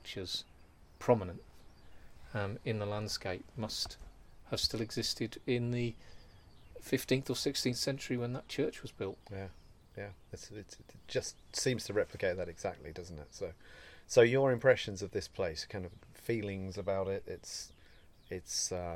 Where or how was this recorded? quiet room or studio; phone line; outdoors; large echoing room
outdoors